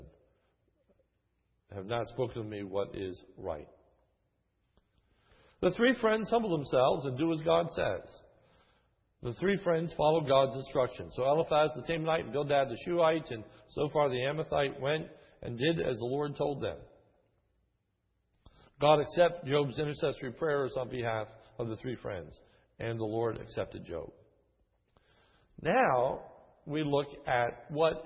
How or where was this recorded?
large echoing room